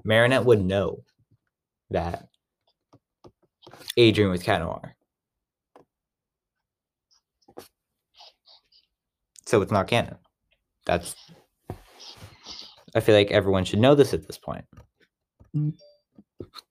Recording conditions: poor sound quality